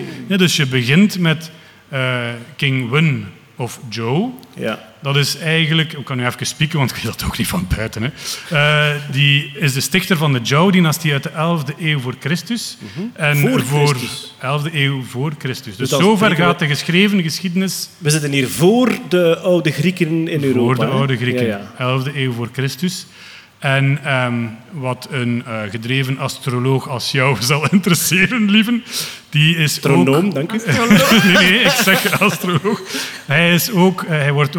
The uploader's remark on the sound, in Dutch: Live op Sound of Science Nights. Een special die werd opgenomen op 8/09 op de Sound of Science Nights in Antwerpen.